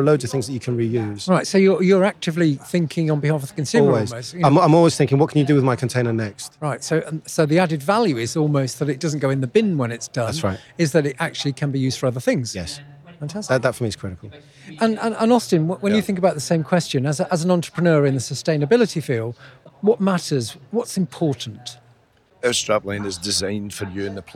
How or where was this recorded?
busy venue